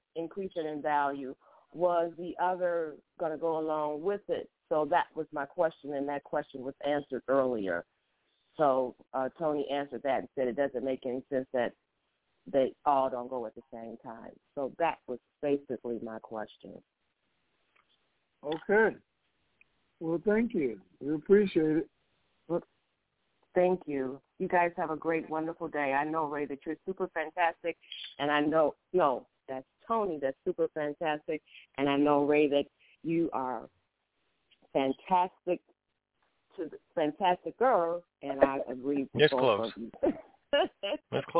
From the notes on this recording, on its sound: TNTSuperfantastic Conference Call.